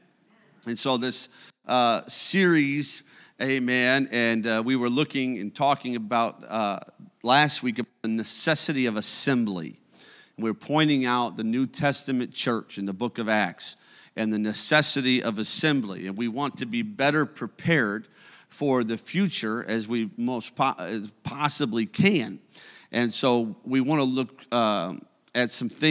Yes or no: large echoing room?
yes